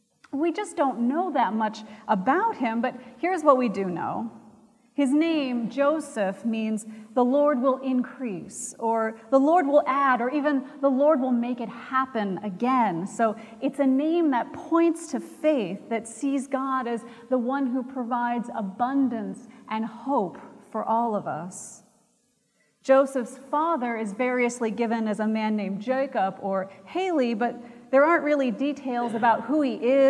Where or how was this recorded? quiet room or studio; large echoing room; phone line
large echoing room